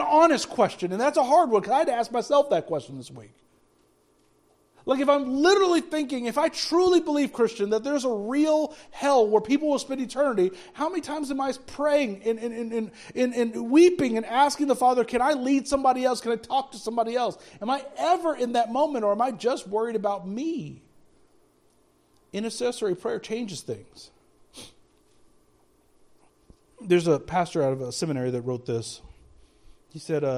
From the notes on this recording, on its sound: speaking at Soma Community Church in Jefferson City, MO on Sunday morning 28 January 2024